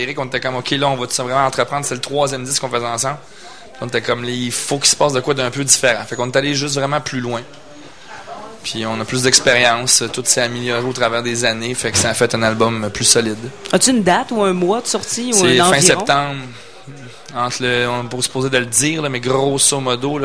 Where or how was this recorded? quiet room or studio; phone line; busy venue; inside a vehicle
busy venue